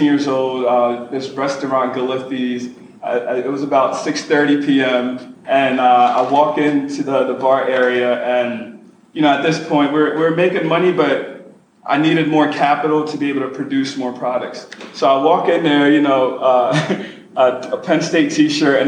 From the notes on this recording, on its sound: Special Live New York Edition. This is the first ever live podcast and we hold nothing back.